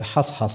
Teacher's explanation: الحاء مرقة والصاد مفخمة ثم حاء مرقة ثم صاد مفخمة